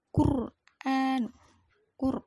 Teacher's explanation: ro sukunnya itu bersifat tafhim harus dibaca tebal karena ro sukun didahului dengan huruf hidup yang dhammah. Kemudian ah itu adalah mad badal karena fathah dibaca satu alif atau dua harokat panjangnya.